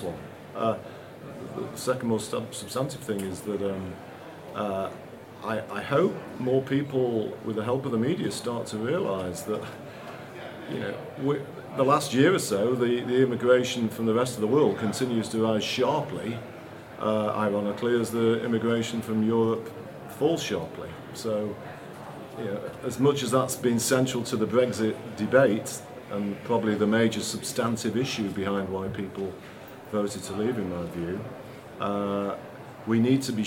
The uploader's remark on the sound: We’re kicking things off with a live recording of a CapX event at Conservative Party Conference.